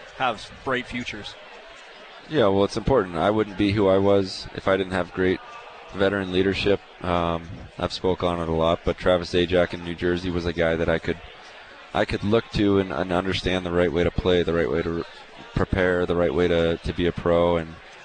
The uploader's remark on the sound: live from the Deerfoot Inn & Casino for the Flames Ambassadors' Celebrity Poker Tournament